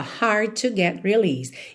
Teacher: Hard to, junta num som só